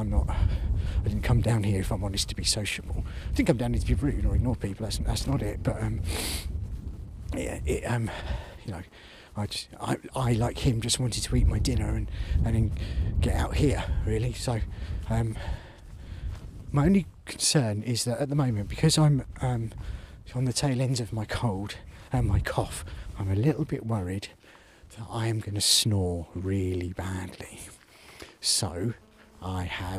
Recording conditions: outdoors